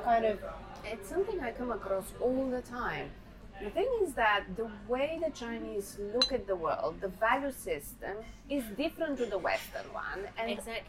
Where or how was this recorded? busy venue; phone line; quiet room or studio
busy venue